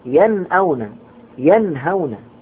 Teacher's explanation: النون هنا أيضا نون ساكنة بعدها حرف الهاء فتظهر